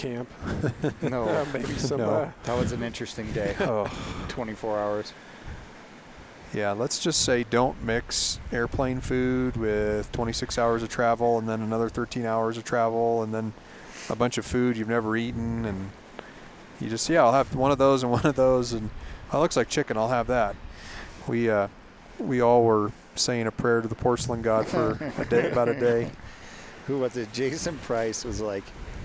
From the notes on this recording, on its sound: Live From Camp Ibex